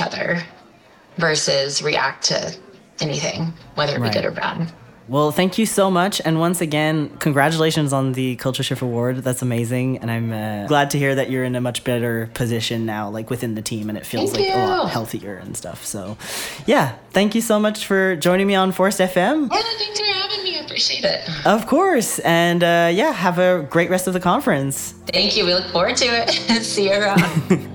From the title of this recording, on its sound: Live From Strategies TBX23